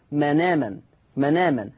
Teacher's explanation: بشيل الهمزة واخد الحركة بتاعتها وانقلها على النون · Term: النقل